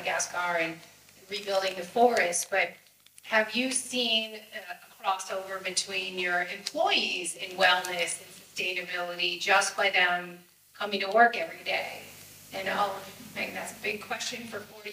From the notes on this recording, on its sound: A panel conversation that took place at the FoodNiche Summit NYC.